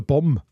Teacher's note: Noch typischer ist, dass aus einem Au ein O wird